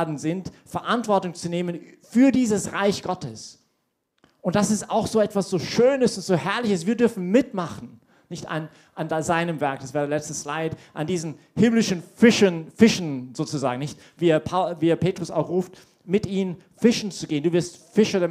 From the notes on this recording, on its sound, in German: Diese Predigt wurde bei der YP Messe